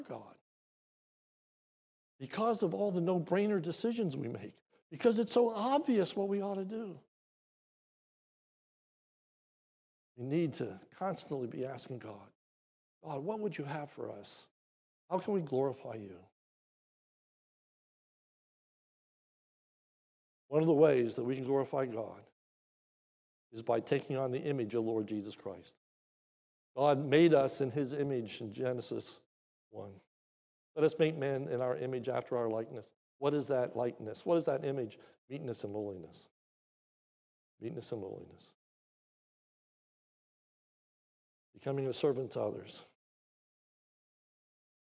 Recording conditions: large echoing room